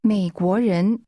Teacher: The tone first falls, then rises twice.